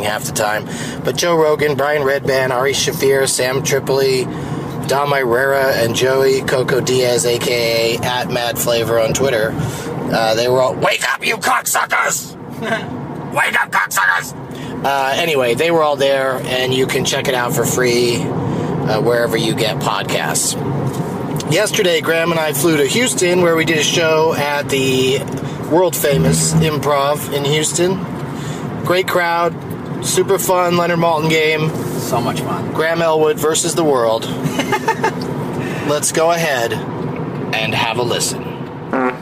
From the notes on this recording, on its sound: While driving from the airport to the hotel in Nashville, TN.